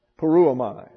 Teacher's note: if you want the accent, it's on the diphthong